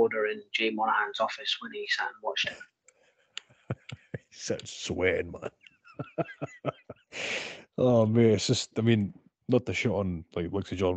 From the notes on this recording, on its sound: We had to record this weeks episode via Skype due to circumstances out of our control, the audio is shite so please bear with us and we apologise in advance.